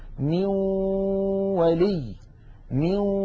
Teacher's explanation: الجزء اللساني في النون انعدم وتحول إلى واو، وأن الغنة قد بقيت · Term: الإدغام بغنة